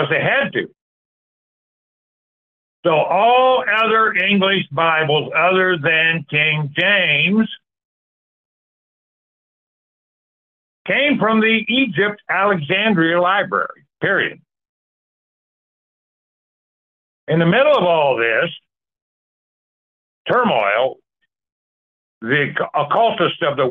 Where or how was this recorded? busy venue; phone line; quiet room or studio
phone line